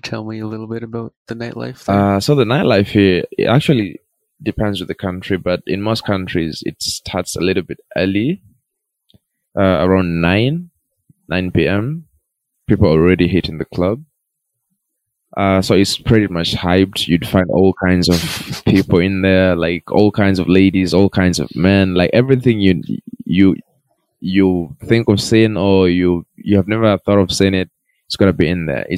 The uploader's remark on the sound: there is a little bit of a sound distortion, We are sorry if you find it disturbing